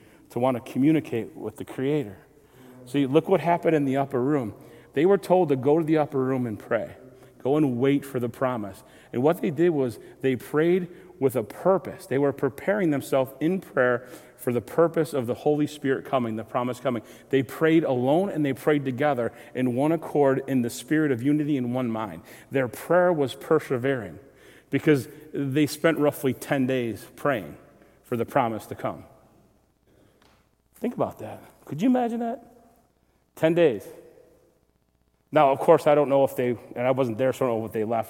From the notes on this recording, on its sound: Recorded February 26, 2023, at Southtowns Christian Center.